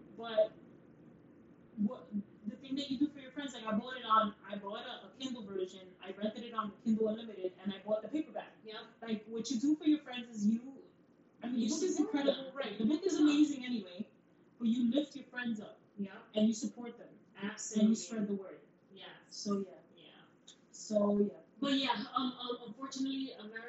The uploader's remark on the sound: Please excuse the audio guys volume all the way up!!